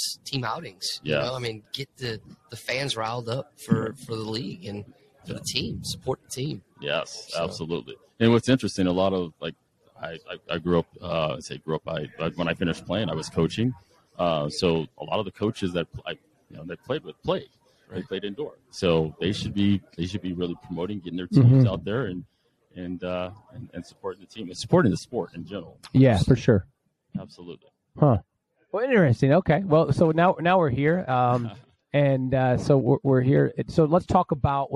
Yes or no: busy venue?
yes